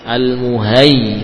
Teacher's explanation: ya-nya dari makhraj ya, dari tengah-tengah lidah. Al-muhay, bukan muhay, muhay.